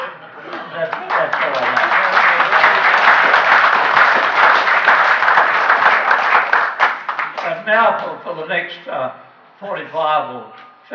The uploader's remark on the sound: This recording was made on the 14th of May 2011 at the Cambridge Club, in Cambridge at the Wings Over New Zealand Aviation Forum’s annual gathering, which this year was the Forum Meet and Veterans Day.